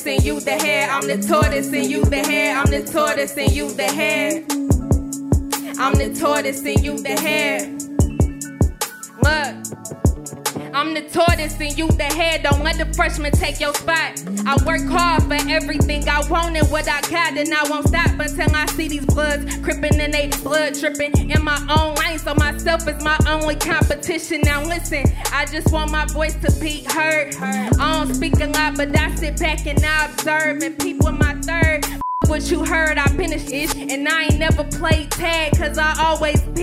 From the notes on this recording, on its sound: Perform at the New Hands Music festival at Healer. Perform at the New Hands Music festival at Healer.